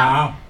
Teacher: Und dann das Ä sehr offen